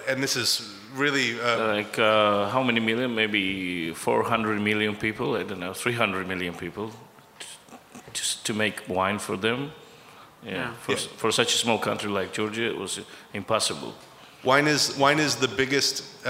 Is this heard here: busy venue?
yes